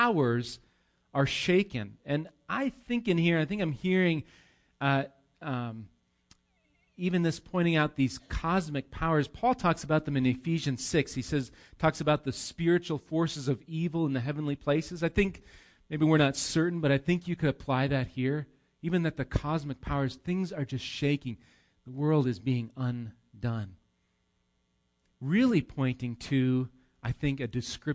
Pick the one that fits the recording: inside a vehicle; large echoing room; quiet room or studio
large echoing room